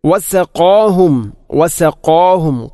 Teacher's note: ഖാഫിനെ ഉച്ചരിക്കുമ്പോൾ വസഖാ ഖാ അല്പം കനപ്പിച്ച് ഉച്ചരിക്കണം. വസഖാഹും, അല്ലാതെ വസഖാഹും അല്ലെങ്കിലോ വസഖാഹും എന്നോ അല്ല ഉച്ചരിക്കേണ്ടത്.